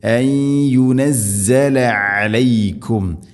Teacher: ഐൻ തൊണ്ടയുടെ മധ്യഭാഗമാണ്. അതിൻ്റെ മഖ്റജ് കൃത്യമായിട്ട് ഉച്ചരിക്കണം